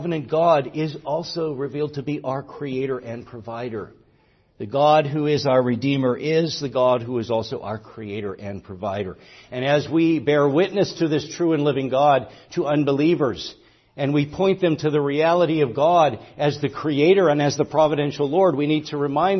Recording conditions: large echoing room